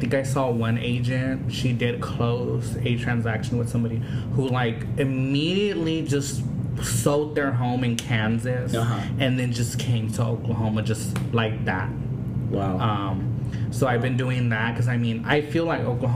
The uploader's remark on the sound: Recorded at the United Wholesale Mortgage success track event